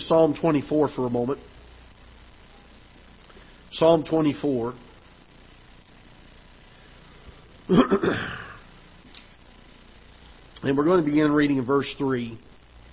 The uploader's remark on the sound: Ketha Heights Baptist Church ~ Live Broadcast